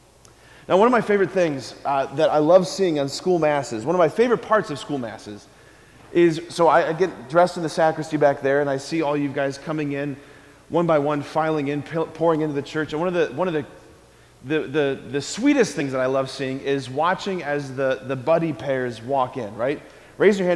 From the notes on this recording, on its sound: Preached this homily on December 14, 2023 at Sacred Heart of Jesus Catholic Church in Wadsworth, OH. School Mass.